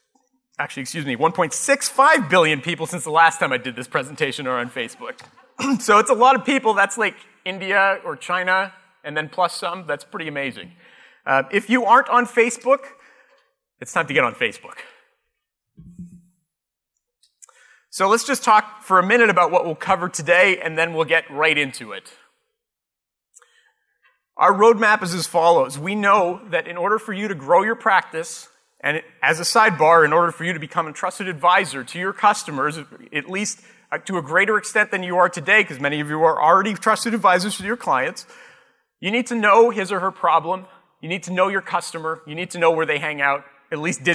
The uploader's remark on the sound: Live Broadcast at the The IPBC IGNITE Conference.